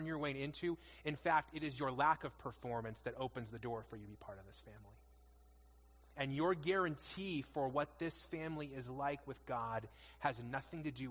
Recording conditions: large echoing room